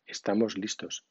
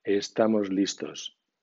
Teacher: al pronunciar el sonido S, notarás que no vibran las cuerdas vocales · Shown in: first take · no repercute en los oídos. · Term: sorda